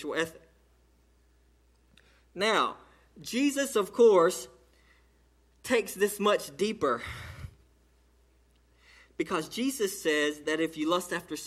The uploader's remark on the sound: A sermon delivered to Cottondale Baptist Church in Eastman, GA on 6/3/18 during the 11:00am service